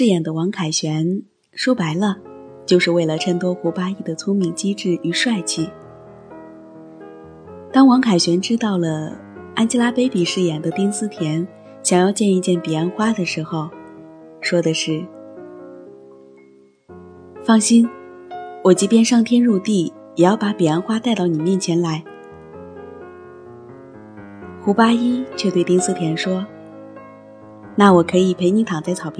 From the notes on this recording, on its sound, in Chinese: 手机录音